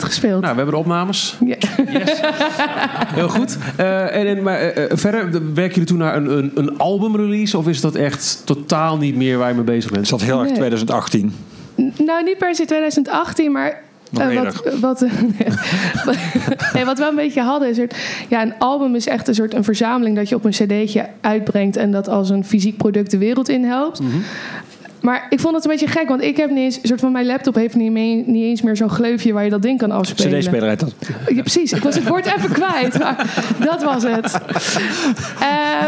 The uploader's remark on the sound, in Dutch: Aflevering 3 is opgenomen tijdens ESNS zelf, op KINK re:veal.